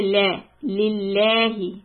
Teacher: When you have the name of Allah subhanahu wa ta'ala, the lam, the middle lam with the shadda on it, before that, if you see a kasra or a zair, this lam is light. So we say la, lillahi.